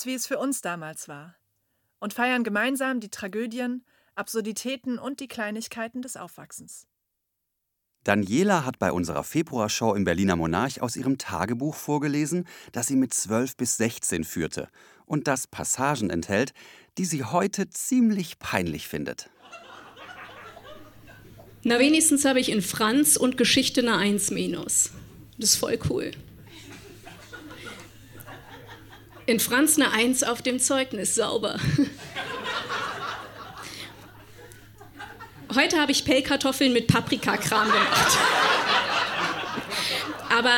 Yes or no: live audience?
yes